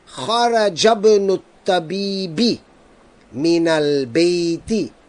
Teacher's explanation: the word Ibnun is preceded by a word. So we are not going to pronounce the hamza.